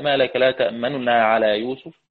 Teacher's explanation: الوجه الأول الروم، الإتيان ببعض حركة النون الأولى